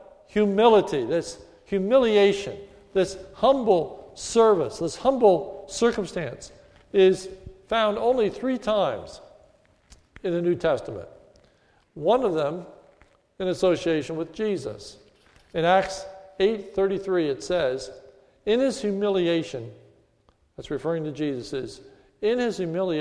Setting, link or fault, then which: setting, large echoing room